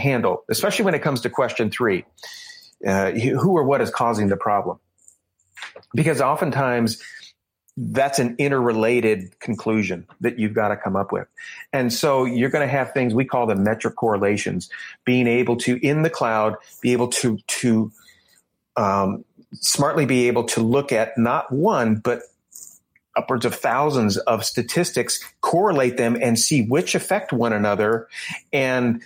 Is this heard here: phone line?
no